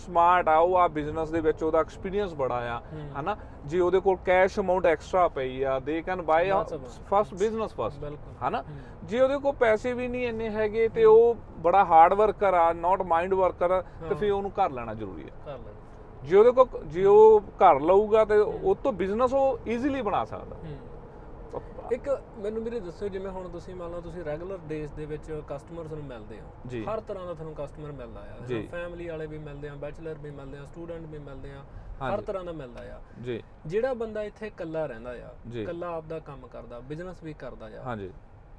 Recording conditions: inside a vehicle